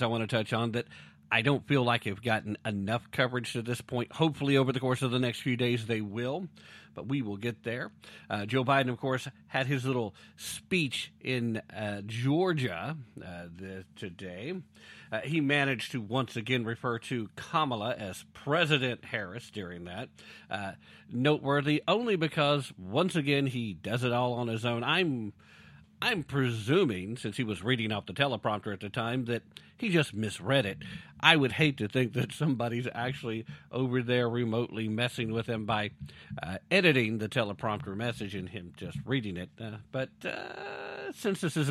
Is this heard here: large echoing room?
no